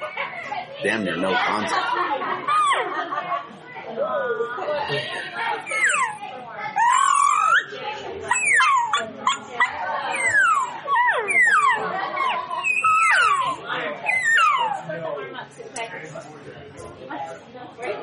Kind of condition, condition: setting, busy venue